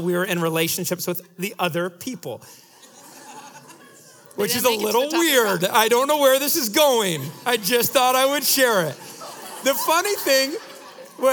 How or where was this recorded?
live audience